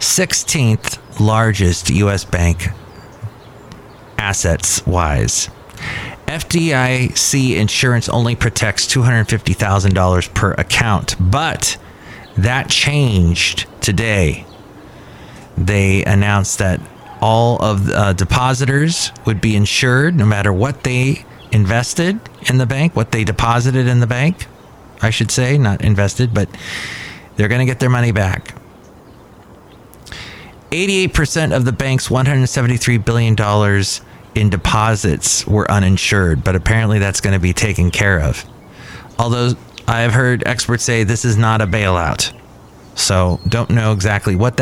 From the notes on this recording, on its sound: podcasts live from Cafe Anyway